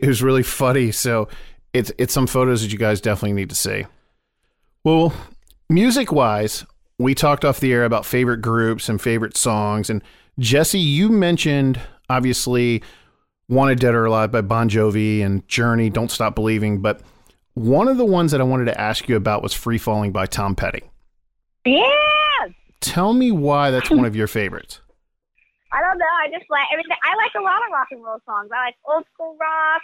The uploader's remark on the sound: call into the "Rock Line"